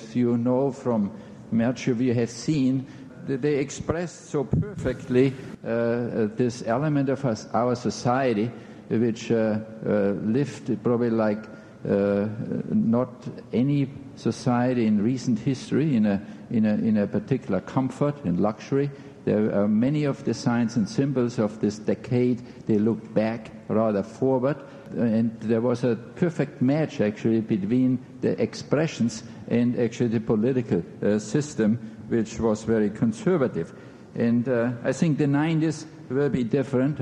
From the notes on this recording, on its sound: In this podcast, recorded at the Academy of Achievement's 1991 Summit in New York City.